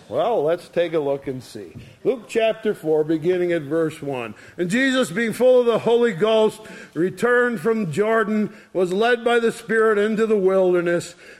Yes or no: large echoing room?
yes